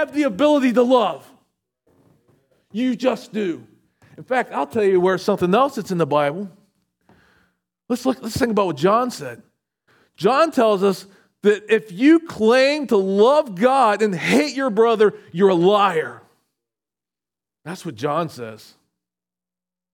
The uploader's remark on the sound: SVBC Morning Service. Recorded at Shenandoah Valley Baptist Church on Oct 01, 2023.